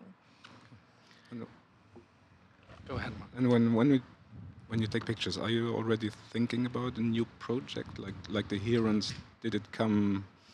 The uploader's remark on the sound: This year’s Luxembourg Street Photography Festival. In a casual talk outside the Rotondes in Bonnevoie.